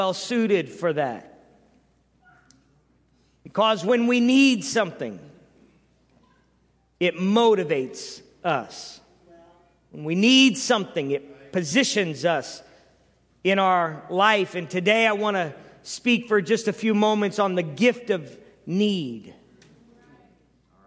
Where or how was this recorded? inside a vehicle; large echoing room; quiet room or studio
large echoing room